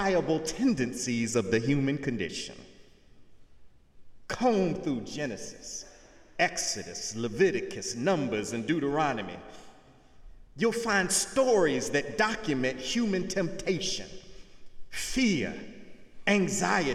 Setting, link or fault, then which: setting, large echoing room